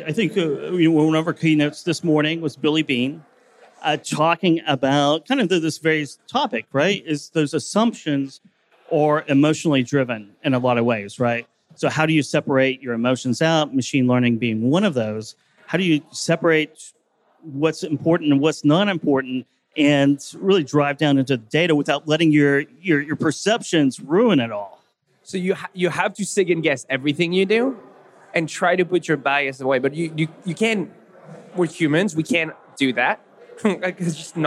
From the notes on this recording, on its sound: fireside chat on day 1 of the Future of Supply Chain Conference in Northwest Arkansas